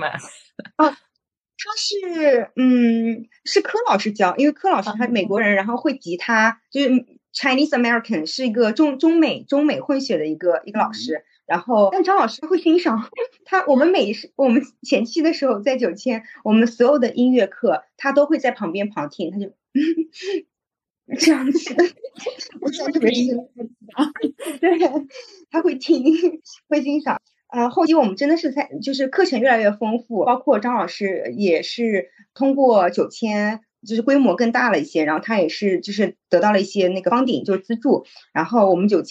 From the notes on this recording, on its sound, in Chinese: 今天这一期录制仍然是在线上。虽然上海解封了，但是我们忘记现在是可以出门的了。